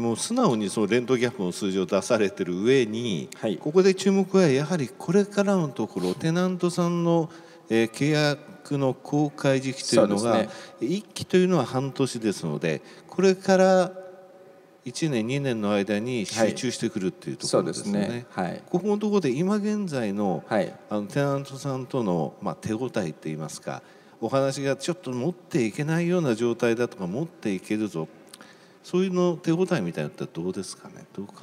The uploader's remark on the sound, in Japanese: 1月28日に東京証券取引所で開催した「J-REITファン2017」に登壇した「スターアジア不動産投資法人」のIRセミナー